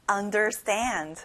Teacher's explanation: 친구들, stand에 강세를 넣어볼까요?